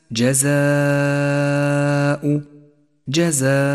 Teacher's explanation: حرف المد والهمزة في كلمة واحدة، ولذلك سمي هذا المد متصلا، والواجب هنا أن نمده خمس حركات وجوبا · Term: المد المتصل